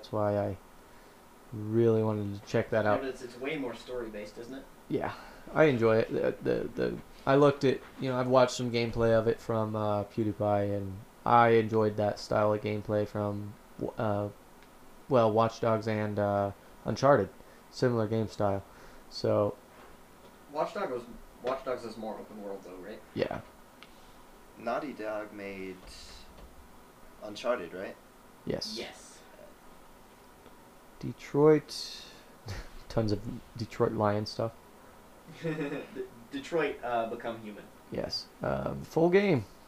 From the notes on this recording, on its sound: i apologize for the bad audio